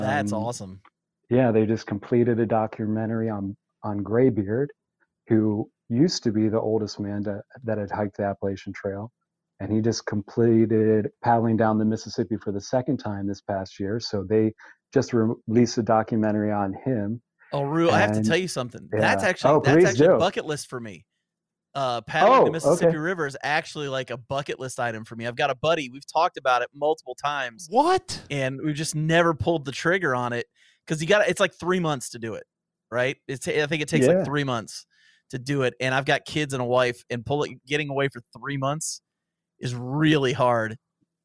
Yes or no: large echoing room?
no